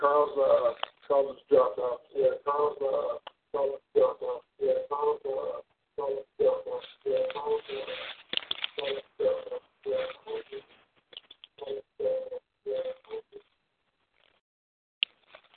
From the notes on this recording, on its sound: I will try to call in to trigger the Audio Stream at the beginning of the call